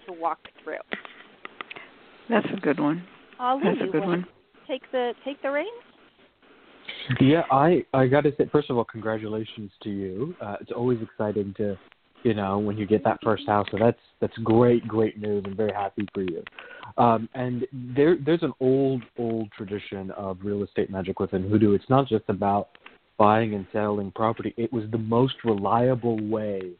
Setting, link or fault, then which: link, phone line